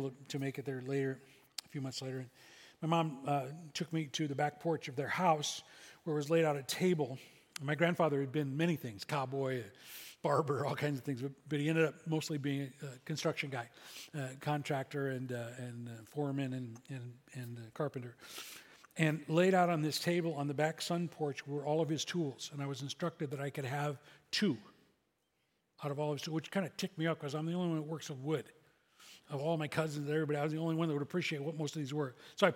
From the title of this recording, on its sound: SCG Church Service September 24th, 2023